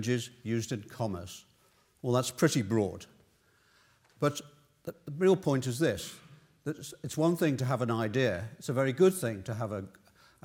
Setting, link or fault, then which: setting, large echoing room